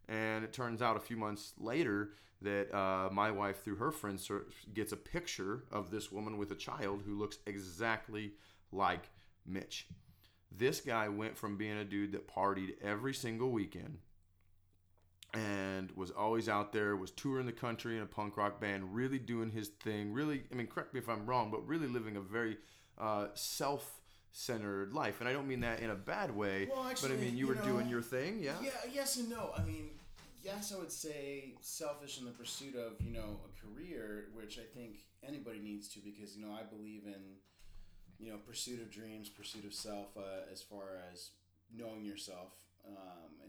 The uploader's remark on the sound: This was my 2 person podcast with 1 mic, so if the audio is up and down I appologise